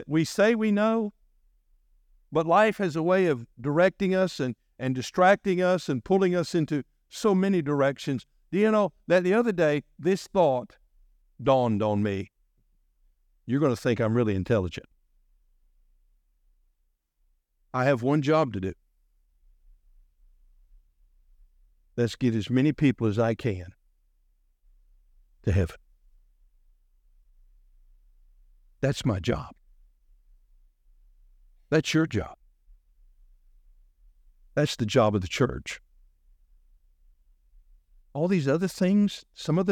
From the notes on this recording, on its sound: delivered on September 10, 2023 during our morning service.